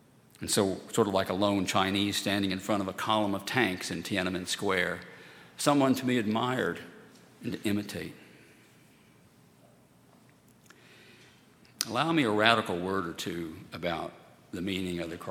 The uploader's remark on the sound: At Highland Baptist Church.